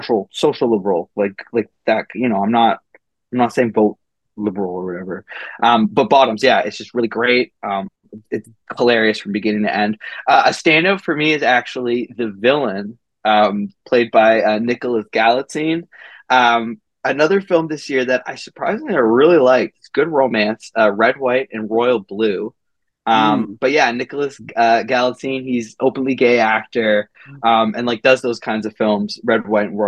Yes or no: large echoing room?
no